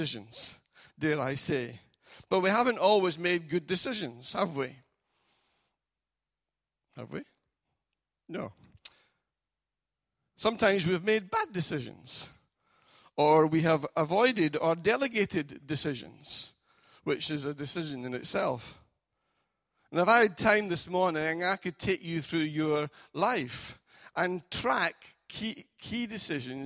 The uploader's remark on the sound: Recorded at freedomcentre church, Preston on Sunday 1st July 2018